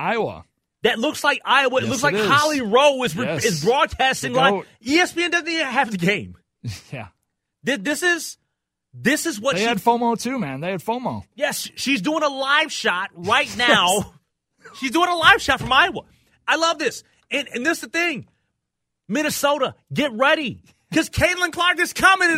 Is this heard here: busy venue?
no